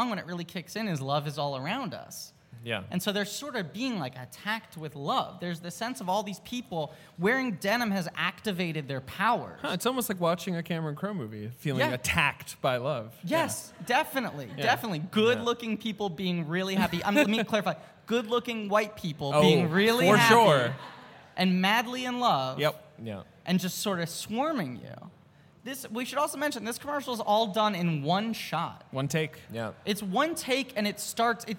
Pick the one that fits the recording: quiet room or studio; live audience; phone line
live audience